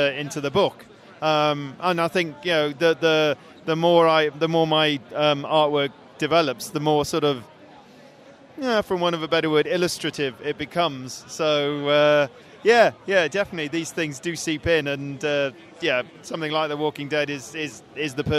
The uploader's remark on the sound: stopped by the Geekscape booth